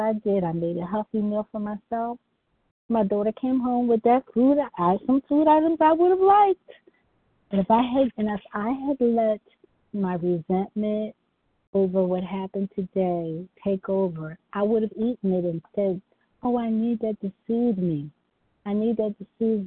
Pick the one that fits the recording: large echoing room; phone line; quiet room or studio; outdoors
phone line